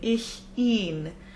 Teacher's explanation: she always put a slight glottal before ihn, ich ihn. This emphasizes that ihn, which is him, obviously the most important word of the song.